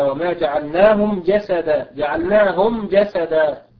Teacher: وإذا أخذنا مثلا حرف الجيم بقول الله تعالى: وما جعلناهم جسدا، إذا استمعت جيدا ودققت السمع في قول الله تعالى وما جعلناهم جسدا، جعلناهم جسدا، تعلم أن الميم مظهرة هنا